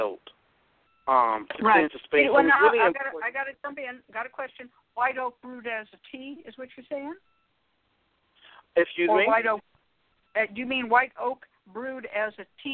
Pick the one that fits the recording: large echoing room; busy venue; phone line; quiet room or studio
phone line